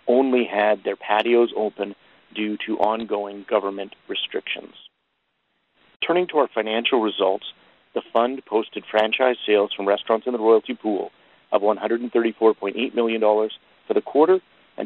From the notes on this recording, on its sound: Second quarter 2021 earnings call for Boston Pizza Fund.